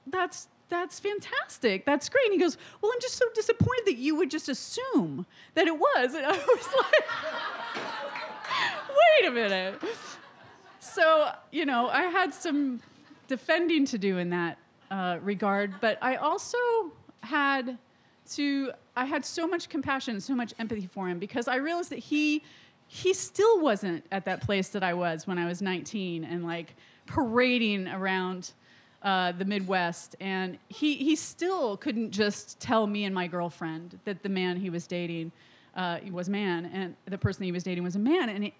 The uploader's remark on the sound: These stories were told and recorded in front of a live audience on June 24th, 2018 at The Well Tavern in Wellfleet, Cape Cod, Massachusetts.